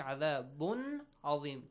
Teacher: Tanween plus ayn from throat letters, ilhar. You do not bounce it, you do not kind of merge it